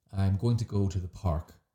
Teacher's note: So if we say, um, I'm going to go to the park, if I'm going to say that naturally, I would probably stress the word park I'm going to go to the park because in that sentence, the most um, important word is park. · Term: sentence stress